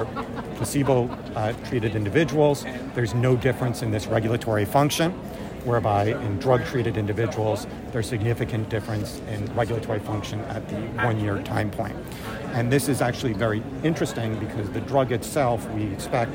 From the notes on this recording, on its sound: recorded during the ADA 2023 Conference